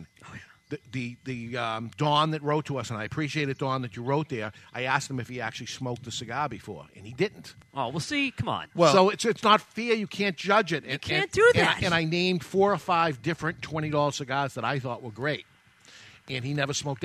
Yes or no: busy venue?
yes